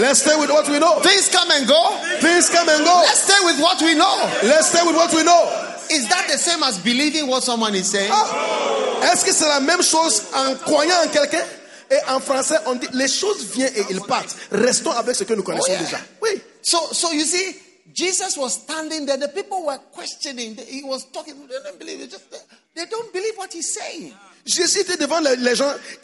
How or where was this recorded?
live audience